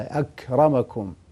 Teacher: الكاف من حروف الهمس ولكن لا يرقى إلى القلقلة